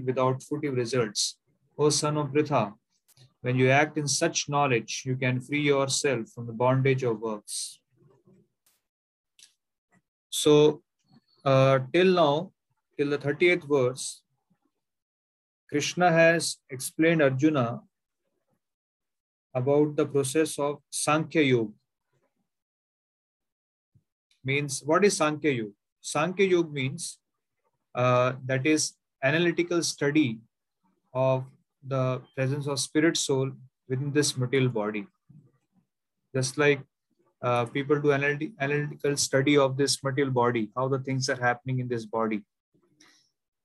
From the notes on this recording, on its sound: Zoom recorded class.